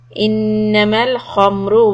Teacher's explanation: So nun shad hold it, kha heavy, ra heavy.